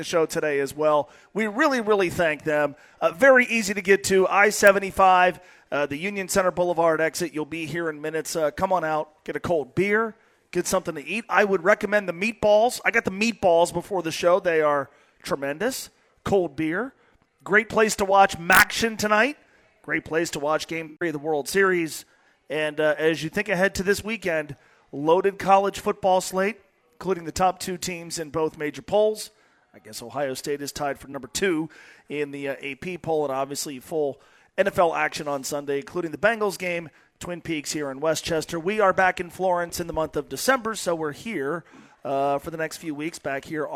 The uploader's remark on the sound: live from Twin Peaks in West Chester